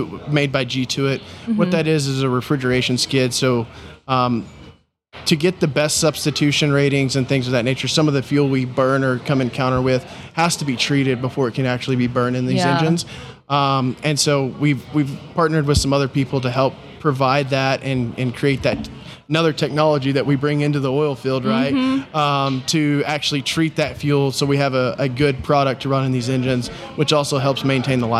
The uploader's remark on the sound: During the PBIOS conference